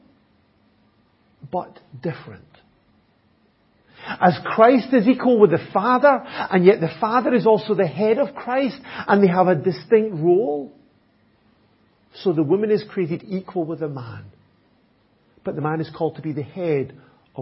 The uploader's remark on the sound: Audio recording of the Sunday morning Bible Teaching. At Enniscorthy Christian Fellowship, Enniscorthy, County Wexford, Ireland on 12th September 2021.